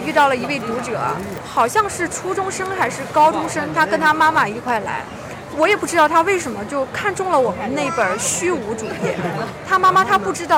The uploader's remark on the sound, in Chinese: 大雨里的图书市集。本期节目是活字电波与 2023 北京图书市集·秋季场共同发起的一期节目。以“串摊儿”的方式，在现场随机采访了多家出版品牌练摊儿的编辑，及路过的读者和听友。制作了这期现场感满格的节目，百分百记录了本届图书市集的现场氛围。